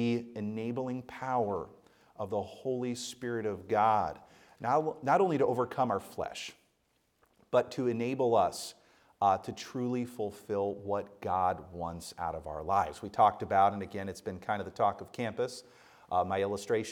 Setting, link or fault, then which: setting, live audience